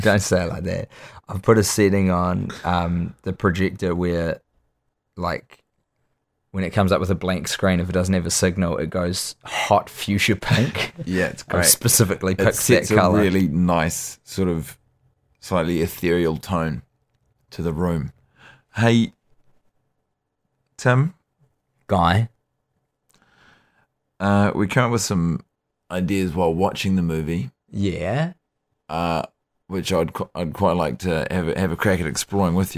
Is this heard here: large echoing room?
no